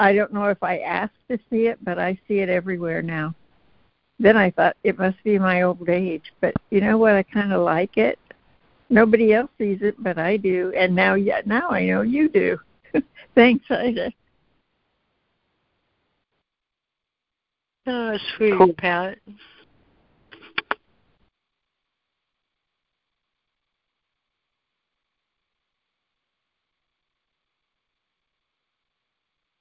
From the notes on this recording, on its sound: ACIM Daily Conference Call.